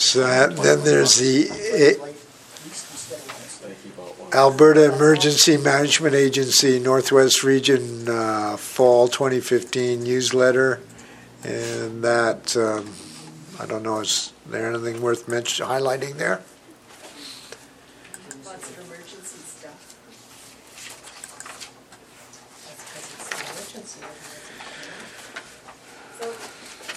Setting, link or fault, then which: setting, large echoing room